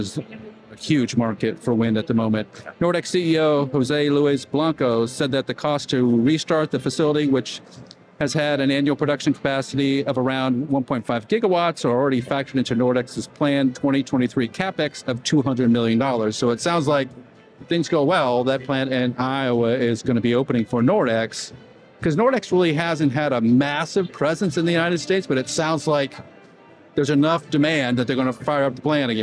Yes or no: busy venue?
yes